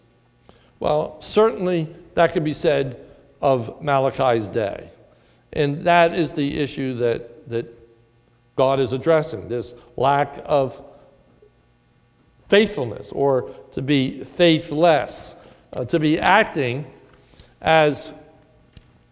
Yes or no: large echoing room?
yes